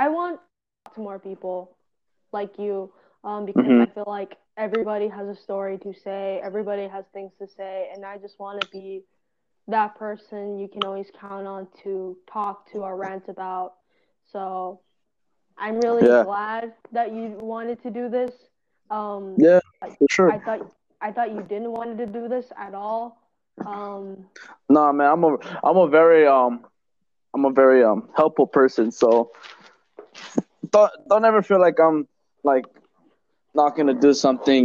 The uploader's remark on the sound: Also, I will get a better mic, I just don’t have the liberty to do so and I’m aware of us cutting off mid-sentence. I wouldn’t be surprised if it was on my part.